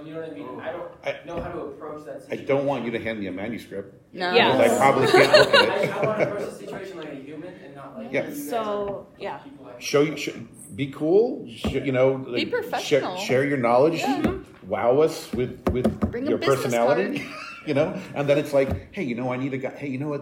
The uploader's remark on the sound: Here is our live panel during Gamehole Con 2023